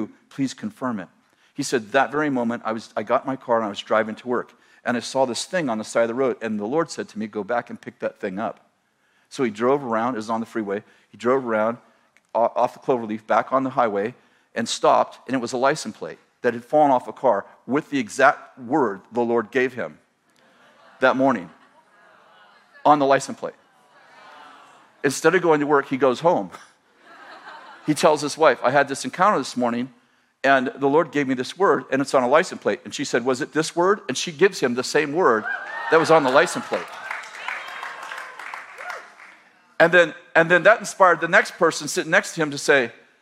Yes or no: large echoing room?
yes